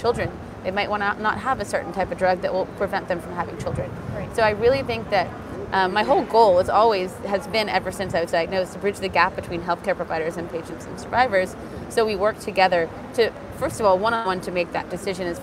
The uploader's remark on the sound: live interview from the 2023 American Society of Clinical Oncology (ASCO) Annual Meeting